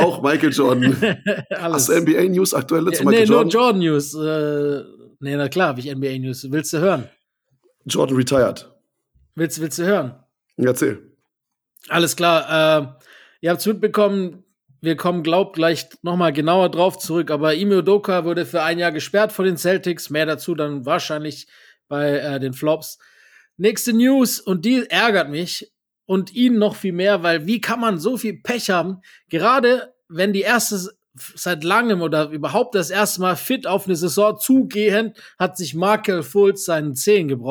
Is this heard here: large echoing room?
no